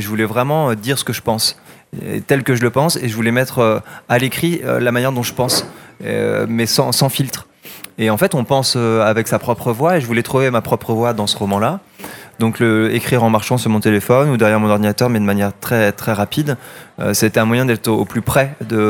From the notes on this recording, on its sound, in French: en direct du salon du livre dimanche 2 octobre 2022